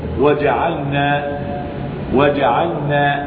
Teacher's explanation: اقول ان من اضغم اللام في النون فان اللام مجاورة للنون في المخرج، فالنون أخذت اللام فأضغمت فيها · Term: إضغام اللام في النون